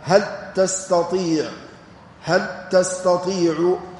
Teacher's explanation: أيها الإخوة الكرام قراءتان، قرأ الكسائي وحده بتاء الخطاب هل تستطيع مع إدغام لام هل في تاء الفعل · هل في تاء الفعل، هل تستطيع لأن اللام والتاء مخرجهما قريب، فإن اللام والتاء كلاهما يخرج من طرف اللسان مع الثنايا العليا